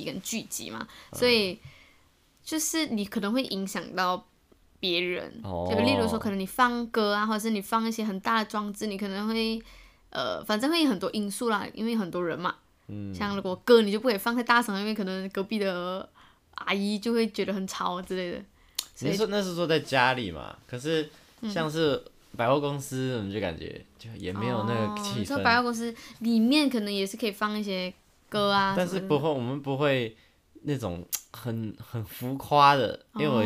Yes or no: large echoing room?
no